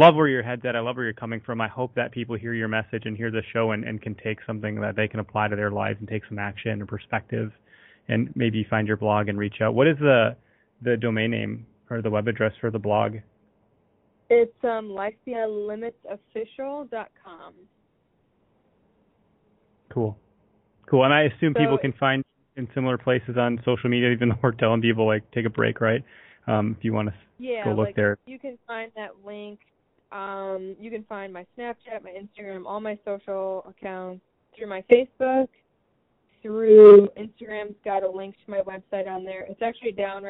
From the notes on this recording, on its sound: Another LIVE listener call-in show in the books.